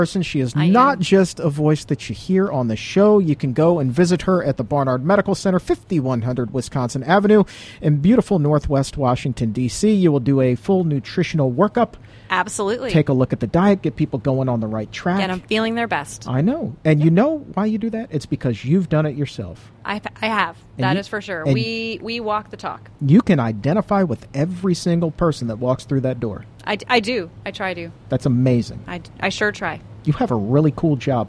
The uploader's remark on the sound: during a live broadcast from the Fruitive Restaurant in Washington, DC